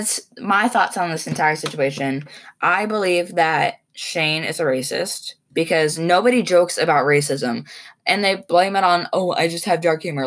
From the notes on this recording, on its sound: excuse the poor audio quality, i was recording from my laptop